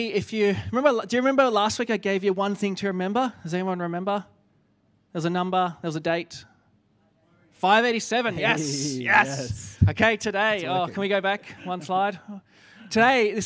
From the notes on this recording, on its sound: Enjoy the second of our two part live BANTER, recorded at the 10am Sunday Service.